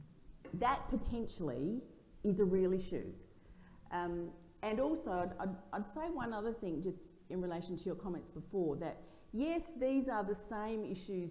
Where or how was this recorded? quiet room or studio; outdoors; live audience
live audience